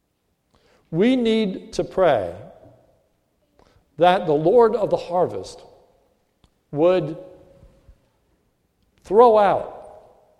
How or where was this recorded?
large echoing room